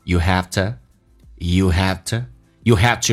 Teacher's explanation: V 在口语化当中经常会弱化成 F, to 说成 t,这两个单词连在一起就变成 have to.